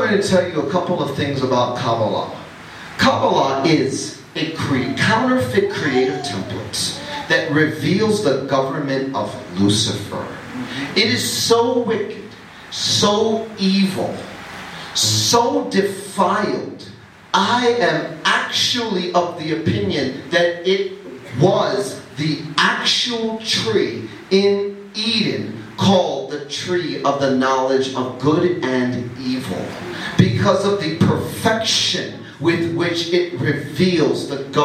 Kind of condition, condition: setting, live audience